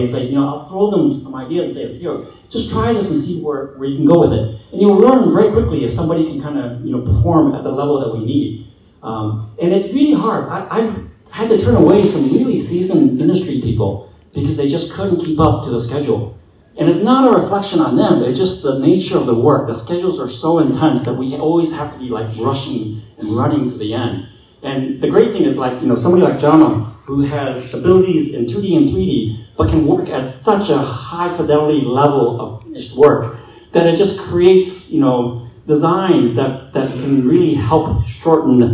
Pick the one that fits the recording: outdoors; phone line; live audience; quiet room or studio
live audience